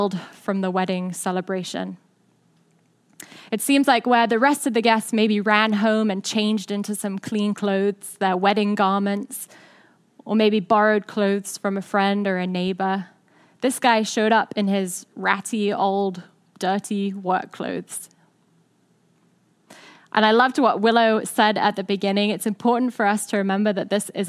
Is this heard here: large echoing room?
yes